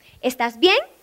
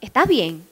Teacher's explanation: los costeños hablamos es para abajo, no para arriba · Shown in: second take